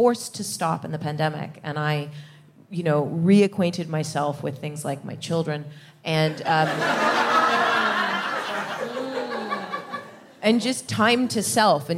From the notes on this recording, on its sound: Recorded 17 July 2022 at 21Soho in London.